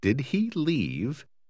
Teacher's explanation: Note a maneira como a entonação se eleva ao final de uma pergunta